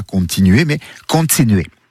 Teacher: une affrication, autrement dit la friction de deux consonnes